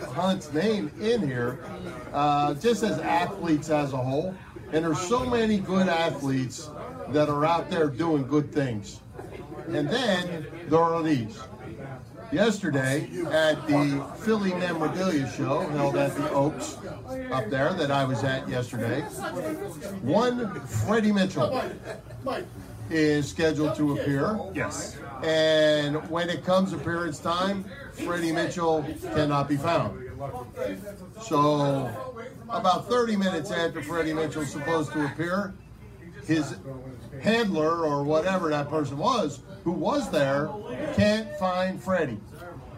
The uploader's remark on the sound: Thanks much to the gang at the Red Lantern for having us